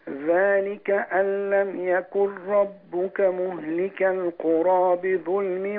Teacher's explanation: اضغم النون في الراء